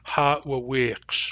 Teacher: One of the peculiarities of the Ahadicid dialect is that it shortens a lot of vowels in third and later syllables that are long in other dialects. Most dialects say ha-wa-wee-ksh, long, short, long.